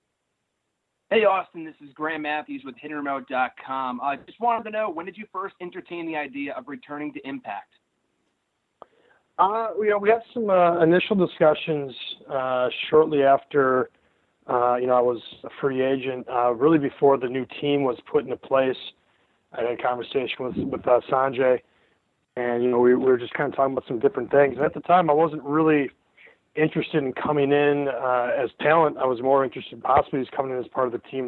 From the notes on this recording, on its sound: This is the full audio from the Impact Media call earlier today